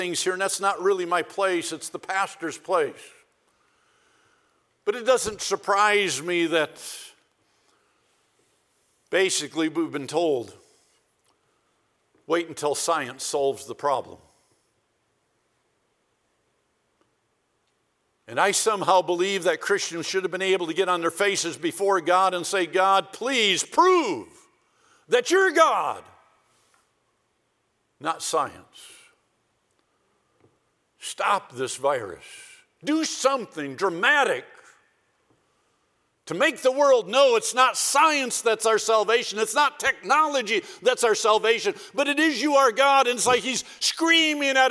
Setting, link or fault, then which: setting, large echoing room